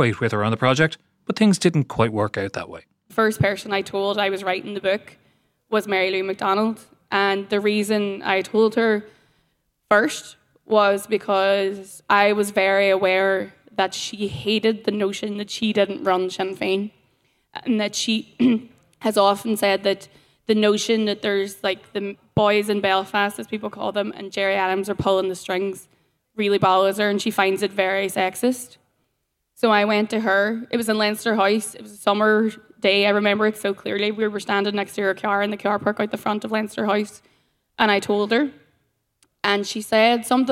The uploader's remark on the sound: In the Mindfield area at this year's Electric Picnic festival